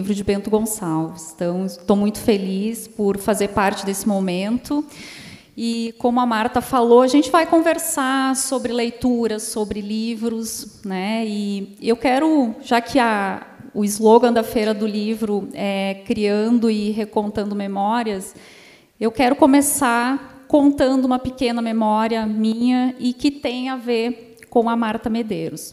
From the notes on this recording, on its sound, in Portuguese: Foi gravado durante a 38ª Feira do Livro de Bento Gonçalves/RS.